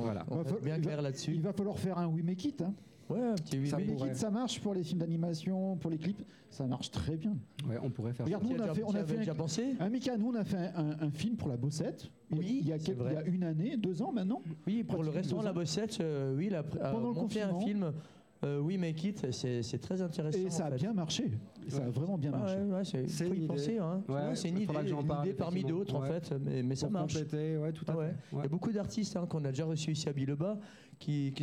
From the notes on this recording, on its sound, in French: en direct de la Bossette (place du nord 4, 1005 Lausanne) dans L'Open Live de Bilobamusic